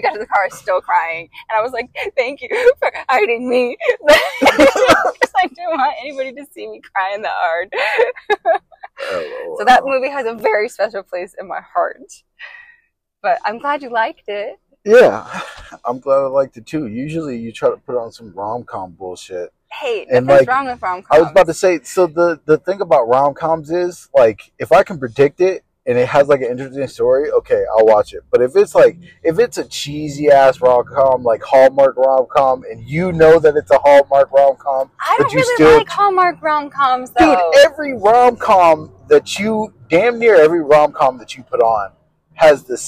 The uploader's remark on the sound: On tHe RoAD. Sorry about the audio guys it was our first try.